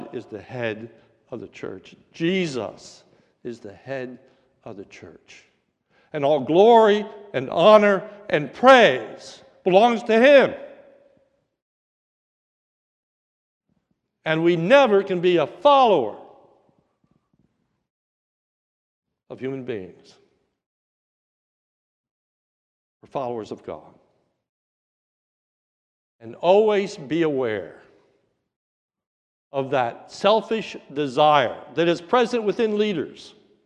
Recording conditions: large echoing room